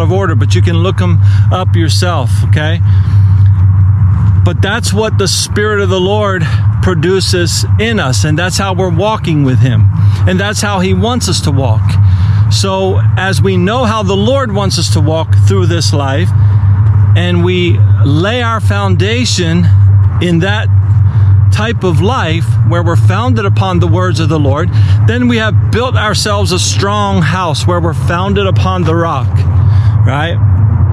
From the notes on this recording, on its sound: The audio was recorded outdoors of a GoPro.